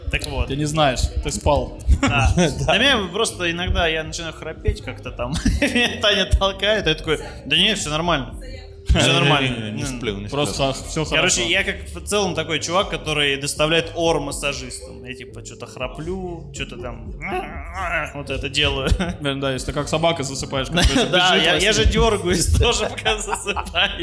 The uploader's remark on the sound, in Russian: ЖИВОЙ выпуск подкаста! Мы впервые записывали подкаст с живой аудиторией в баре.